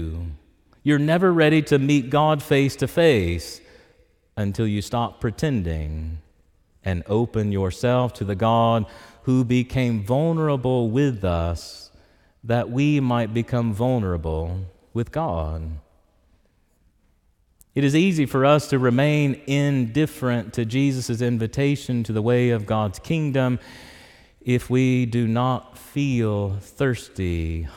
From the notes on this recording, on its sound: Preached in Church of the Ascension on Sunday, October 15, 2023.